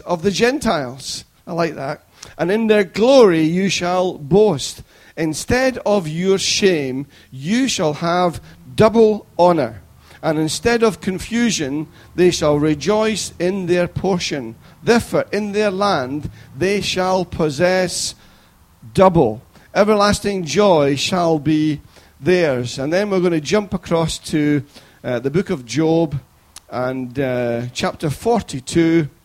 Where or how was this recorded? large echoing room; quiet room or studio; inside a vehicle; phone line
large echoing room